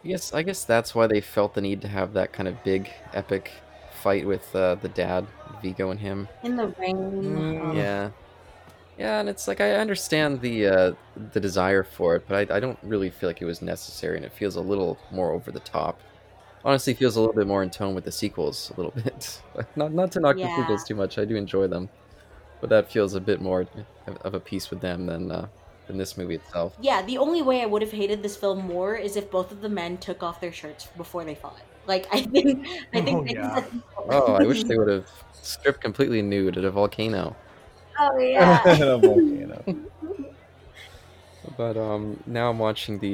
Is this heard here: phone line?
no